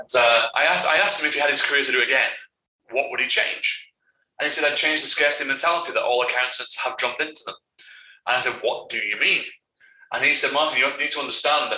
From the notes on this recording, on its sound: APOLOGIES FOR THE AUDIO ON THIS BONUS EPISODE